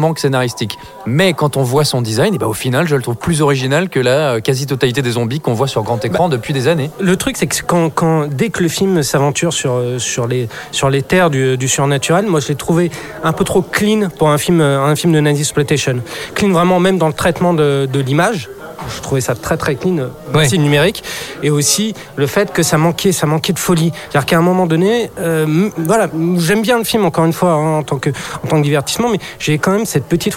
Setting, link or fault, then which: setting, busy venue